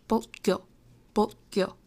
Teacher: Like, you're making that T-stop. You're making that T sound, and then you're stopping for, like, a nanosecond before you're going on to the next syllable.